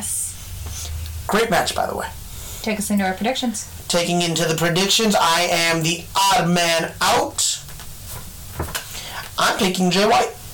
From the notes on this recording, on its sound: Headphone warning* We are still working out the kinks with this new site so please give us a couple episodes before everything is back to sounding 100%.